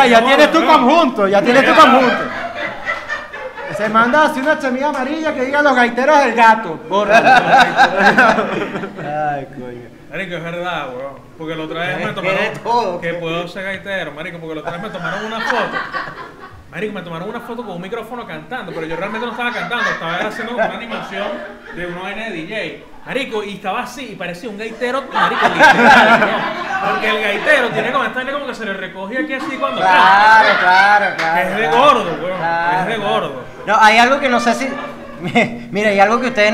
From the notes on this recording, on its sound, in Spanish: EPISODIO EN VIVO